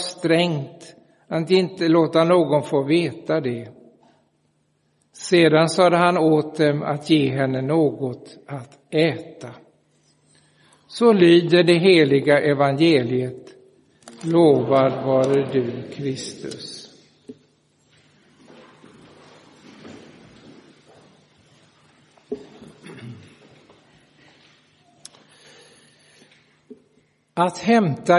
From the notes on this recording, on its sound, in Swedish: Inspelad i Roseniuskyrkan den 24 september 2023.